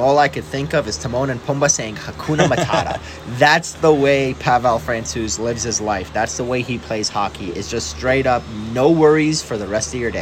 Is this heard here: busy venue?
yes